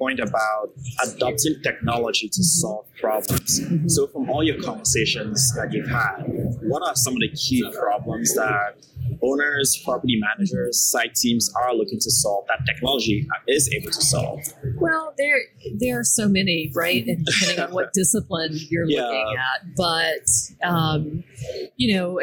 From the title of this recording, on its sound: LIVE AT NAA